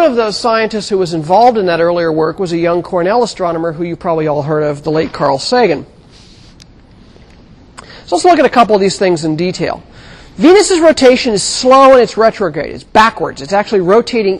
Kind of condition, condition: setting, large echoing room